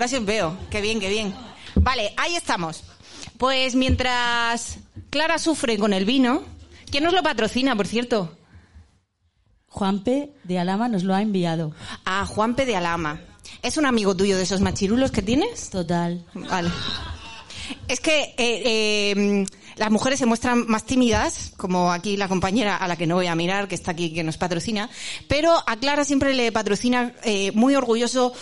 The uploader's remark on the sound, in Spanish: Live Show La Madriguera. En la sala La Madriguera. Nuestro primer podcast en directo con público que ha pagado por ver como hablamos. Vinieron y se quedaron hasta el final.